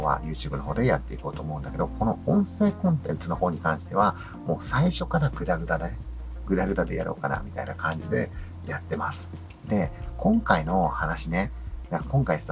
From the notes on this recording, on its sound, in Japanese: 今回は初めて営業時間中に車の中で収録をしてみました。花屋の配達号ハイエースのセカンドシートでマイクとパソコンを持ち込んで収録したんですが、。今日は朝から雨が降っていて雨の音が結構気になるかもです。